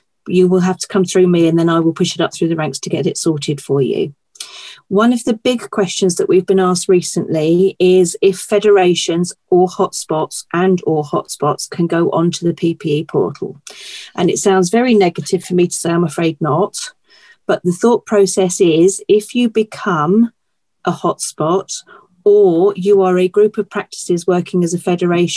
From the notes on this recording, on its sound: this recorded webinar